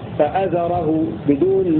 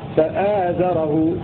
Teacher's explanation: روى ابن ذكوان بحذف الألف التي بعد الهمزة فيه فآزره، فيرويها فأزره بدون مد بعد الهمزة فأزره.